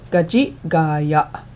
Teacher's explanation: The apostrophe represents a glottal stop, which is made by stopping your breath in your throat